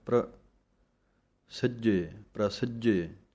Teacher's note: ਪੱਪੇ ਦੇ ਪੈਰ ਦੇ ਵਿੱਚ ਜੋ ਰਾਰਾ ਹੈ ਇਹਦੀ ਆਵਾਜ਼ ਨਿਕਲਣੀ ਹੈ